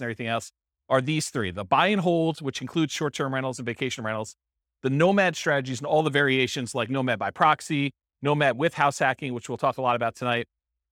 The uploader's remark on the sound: This was a live class recorded